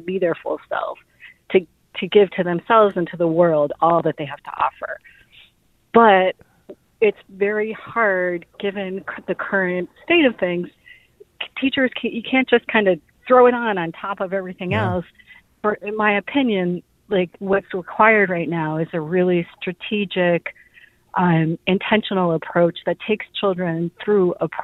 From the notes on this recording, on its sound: Teachers call in to tell us how they’re doing this year.